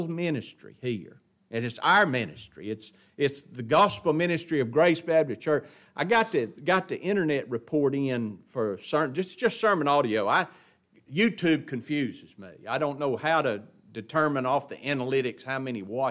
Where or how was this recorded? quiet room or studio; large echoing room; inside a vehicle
large echoing room